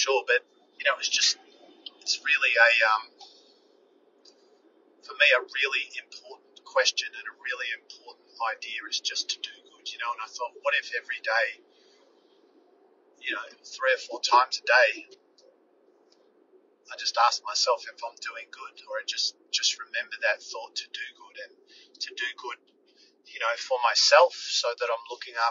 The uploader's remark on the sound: Yesterday I had a profound moment in the car and recorded this import episode into my phone (hands free). The audio quality is rubbish.